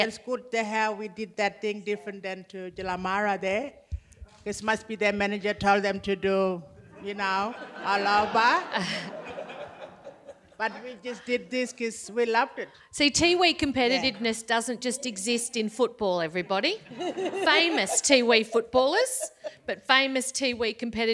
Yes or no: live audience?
yes